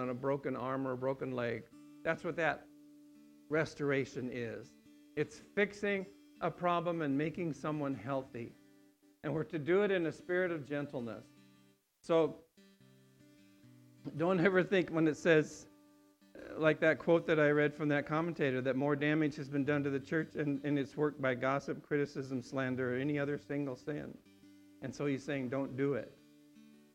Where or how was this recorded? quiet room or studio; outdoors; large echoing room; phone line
large echoing room